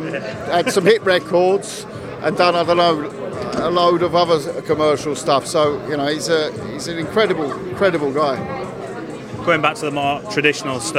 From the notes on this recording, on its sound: at the Misfits press conference in Leeds